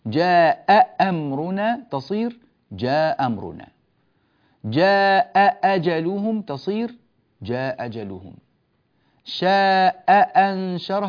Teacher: نسقط الأولى ونرتاح، فينطق بهمزة واحدة